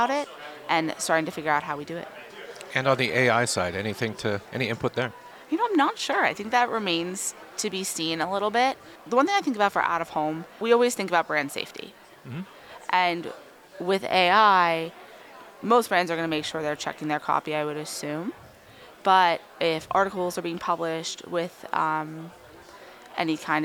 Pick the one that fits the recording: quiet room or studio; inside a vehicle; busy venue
busy venue